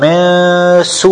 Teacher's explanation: So you see, the sin doesn't have ghunna.